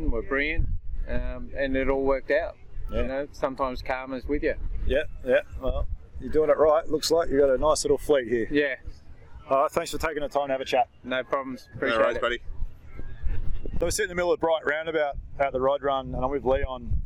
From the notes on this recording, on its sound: This episode was recorded over a year ago at the Bright Rod Run in NE Vic.